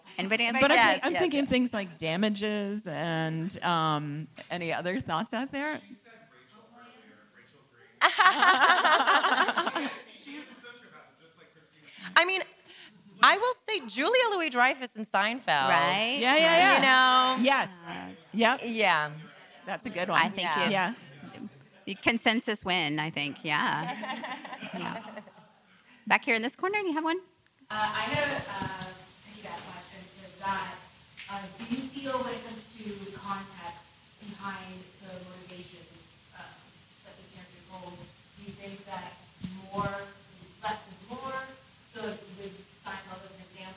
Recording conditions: live audience